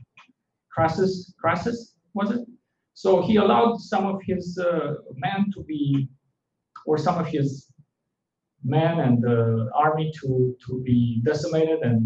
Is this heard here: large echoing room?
yes